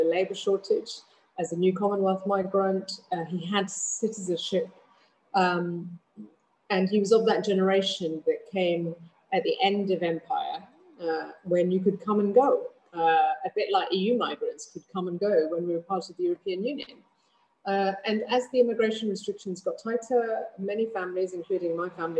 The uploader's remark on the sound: Sona Circle Virtual Event 2021